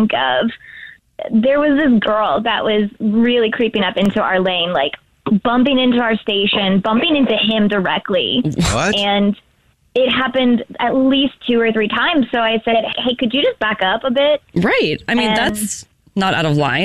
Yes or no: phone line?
yes